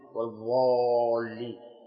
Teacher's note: تجد بعض الأئمة يصلون بالناس ينطق بهذه الضاد ضاء مغلظة